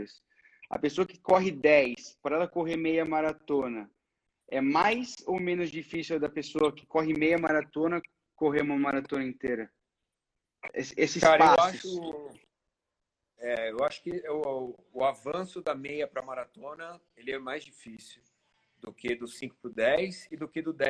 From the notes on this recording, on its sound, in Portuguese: durante uma Live em nosso Instagram